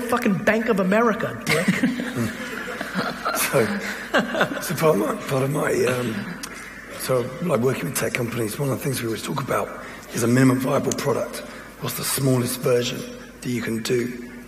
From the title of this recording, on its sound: A Keynote: Dublin Tech Summit